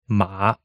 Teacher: It dips down slightly in the middle. · Term: third tone